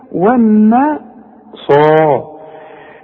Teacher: الصاد بقى من اعلى درجات التفخيم لانها بعدها الف الالف فين اللي فوق الصاد اهي انت طبعا